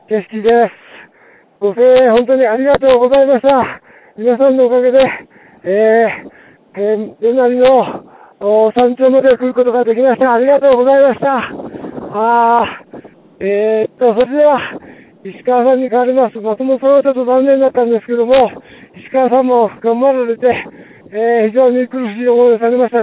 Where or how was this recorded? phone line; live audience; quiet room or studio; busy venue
phone line